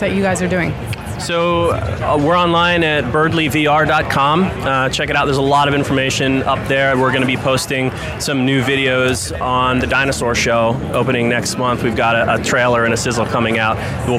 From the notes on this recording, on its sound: Live From The Show Floor of VRLA 2018.